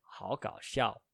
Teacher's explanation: adding the 好 makes a double third tone exception